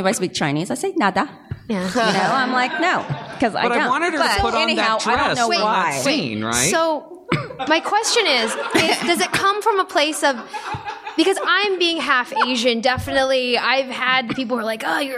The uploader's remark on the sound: (Recorded Live at NerdMelt in L.A.)